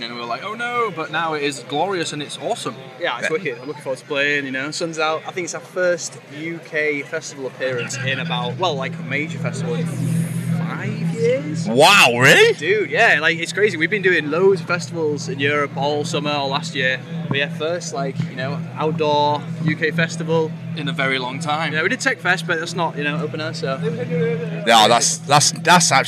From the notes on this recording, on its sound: Live from Bloodstock 2023.